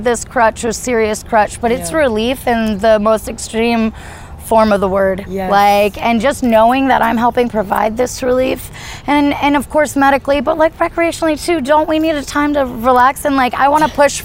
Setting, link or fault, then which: setting, outdoors